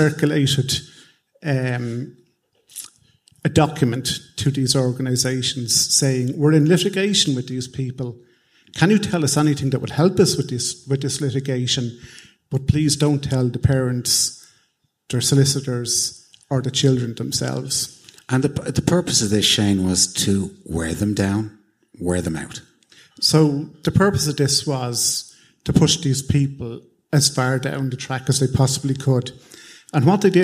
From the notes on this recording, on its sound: Live at the Sugar Club. Stay tuned 'till the end for a lively Q&A.